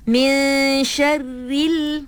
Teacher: Di sini dia ada berlaku sedikit apa tu kita panggil lantunan suara. Sikit je pada lam tu.